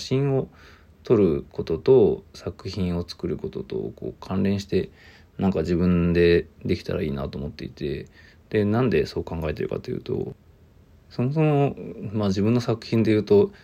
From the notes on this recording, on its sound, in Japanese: ボイスメモです。